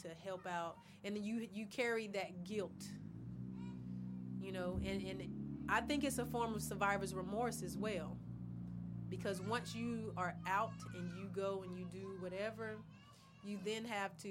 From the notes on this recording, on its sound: We recorded this in a gazebo in a park in Pensacola, FL sometime in March 2022.